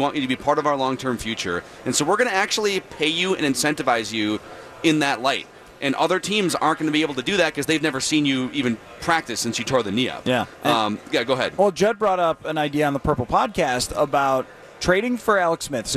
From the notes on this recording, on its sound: live from Radio Row all week